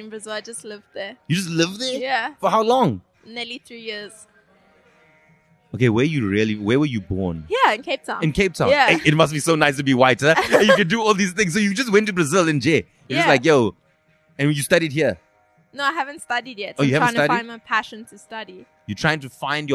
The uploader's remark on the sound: LKS Outside: At a pre-party for the Rugby